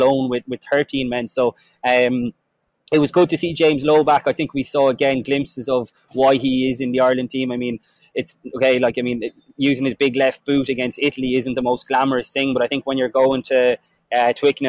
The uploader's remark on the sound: The Left Wing LIVE. Left Wing Live from the Aviva Stadium.